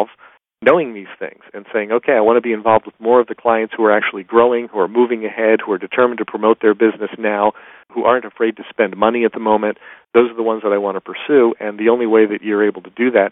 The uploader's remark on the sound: excerpt from a live Top Secrets teleconference